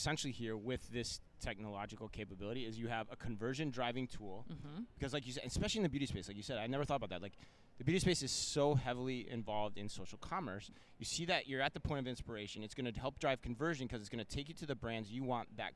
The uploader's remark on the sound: live from Shoptalk Europe in Barcelona